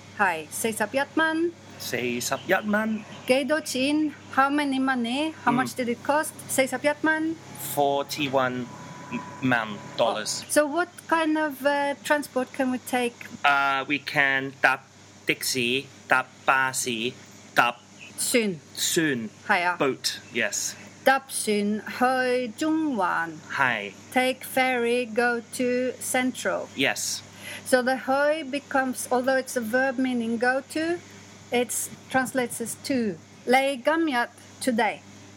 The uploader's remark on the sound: I normally arrange Sichuan dinners and lunches there, but this time it doubled as a recording studio for the best Cantonese news currently available on cassette! CantoNews 5 live from my roof.